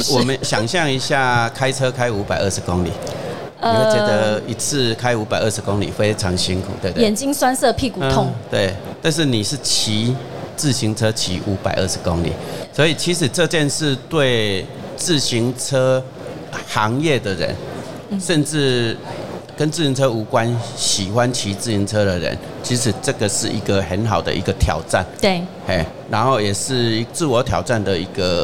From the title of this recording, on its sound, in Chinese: 2022 Taipei Cycle台北國際自行車展-Live Podcast